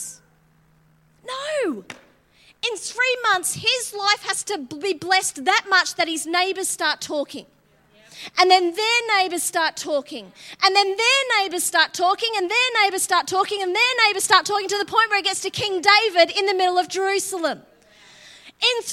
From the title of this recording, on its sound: LIVE at Echo Church